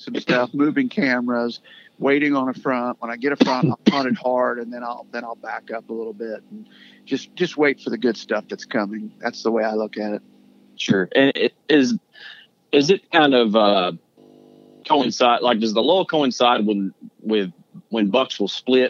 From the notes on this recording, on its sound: He was kind enought to spend some time on the phone with us while we questioned him all about October bucks.